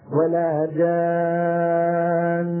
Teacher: هذه الغنة المنطوطة عند الوقف أشعرت السامع كذلك أن هذه نون في الوصل مشددة، فلا داعي لأن أضغط وأنبر أيضا.